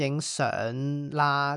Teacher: 你个相字个 ng 变做 n